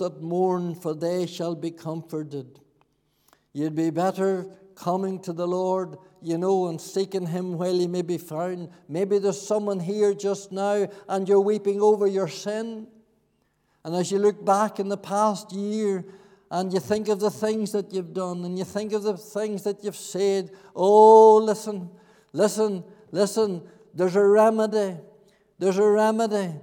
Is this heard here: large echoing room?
yes